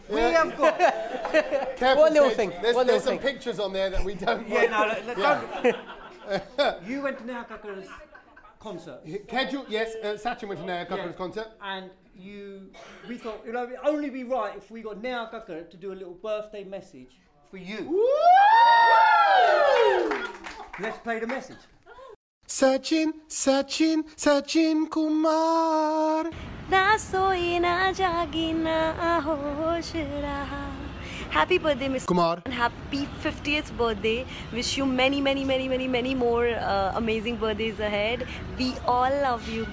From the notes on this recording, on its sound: The London Podcast Festival 2019. Were invited to do their podcast live in front of a sold out crowd...